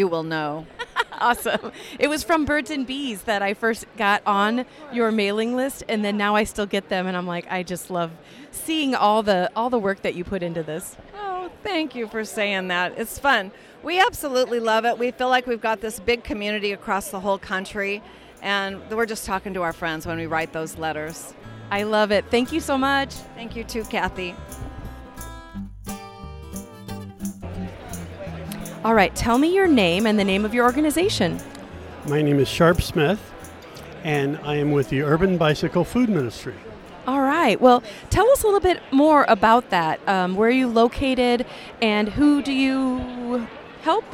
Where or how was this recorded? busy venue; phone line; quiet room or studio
busy venue